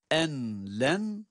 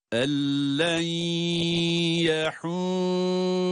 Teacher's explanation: Aslında yazı bu ama tecvid gereği cezimli nun'dan sonra lam gelirse en len demiyor, ellen diyoruz. Lama idgam ederek okuyoruz. · Shown in: second take